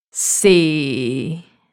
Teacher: This is a flat tone. But very, very low. · Term: the fourth tone